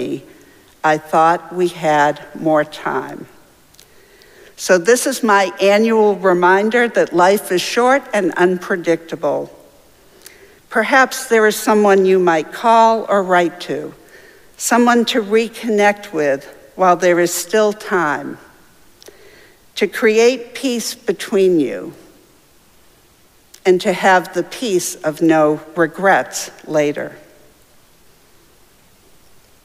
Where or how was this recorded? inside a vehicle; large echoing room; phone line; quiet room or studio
large echoing room